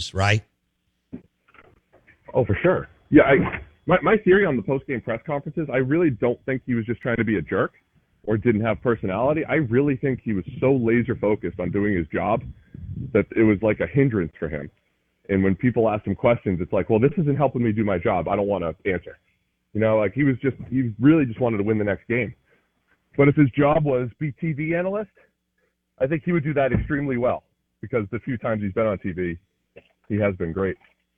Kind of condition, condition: link, phone line